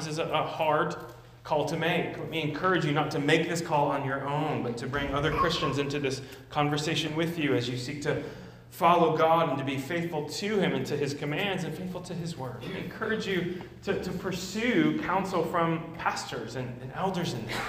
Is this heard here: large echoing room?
yes